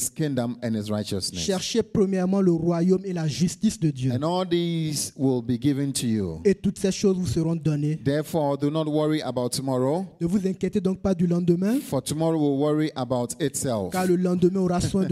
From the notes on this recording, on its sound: Preached during Joyful Hour Sunday Service